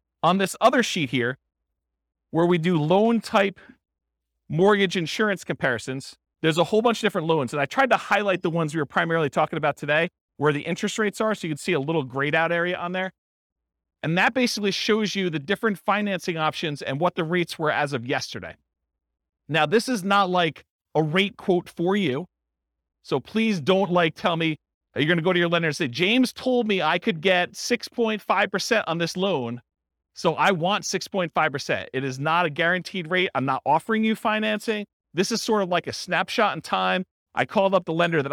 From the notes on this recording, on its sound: This was a live class recorded